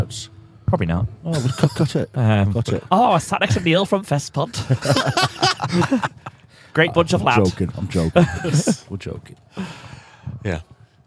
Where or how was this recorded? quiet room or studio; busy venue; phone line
busy venue